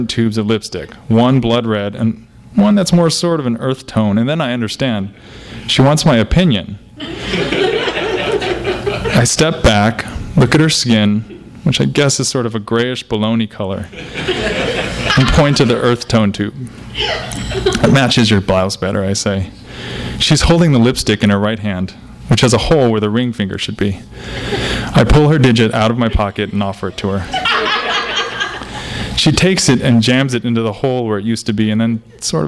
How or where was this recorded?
live audience